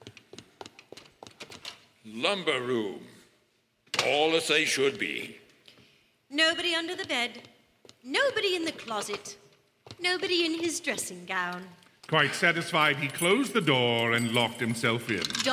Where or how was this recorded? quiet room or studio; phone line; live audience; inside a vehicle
live audience